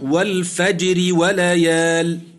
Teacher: الراء في الفجر مكسورة طرفا حالة الوصل وقبلها ساكن صحيح وهو الجيم ترقق. جميل، بشر بالإمالة عند أصحاب الإمالة، فميل بالفتحة التي فوق الراء نحو الكسرة عند أصحاب الإمالة، حمزة والكسائي والعاشر والبصري وقللها ورش بلا خلاف.